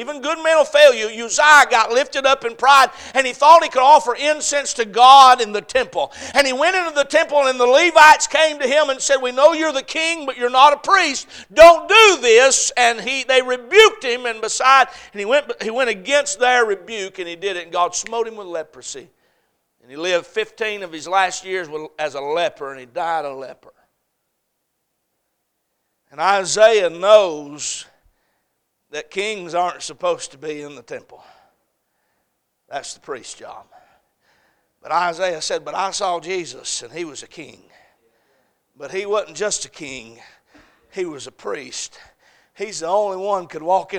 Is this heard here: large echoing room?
yes